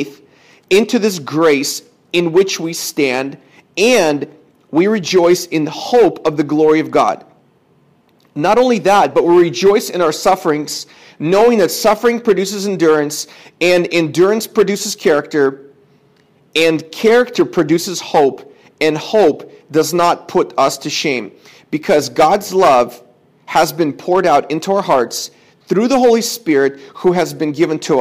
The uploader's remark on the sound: This is a sermon I preached at my church